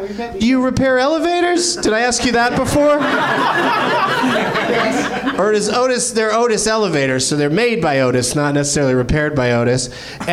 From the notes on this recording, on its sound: Live from the NerdMelt Showroom in LA